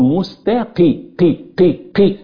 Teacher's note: القاف المكسورة، مش معنى القاف المكسورة ترقق، لا أيضا تفخم تفخيم أدنى تفخيم نسبة، تقول مستقي قي قي قي هكذا وليس كاف هكذا، يبقى إلى صراط مستقيم هكذا انتهت.